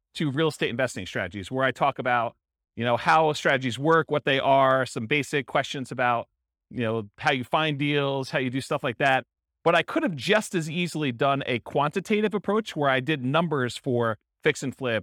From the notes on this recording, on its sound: This was a live class recorded